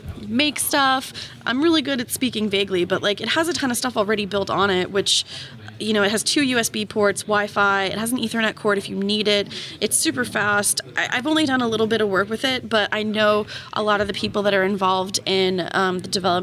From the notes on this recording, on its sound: Recorded at Node Interactive 2016.